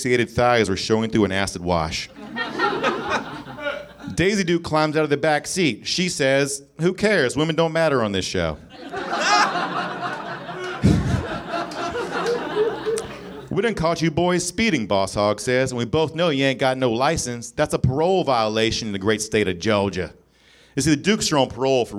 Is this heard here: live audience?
yes